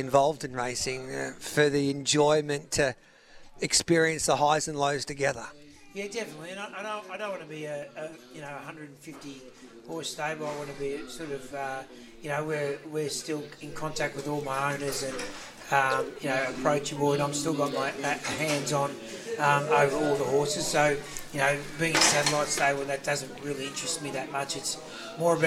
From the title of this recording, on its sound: live from Flemington